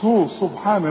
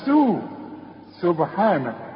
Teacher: سبحانه رقق السين قوي، احسن تطلع معاك صاد · Shown in: second take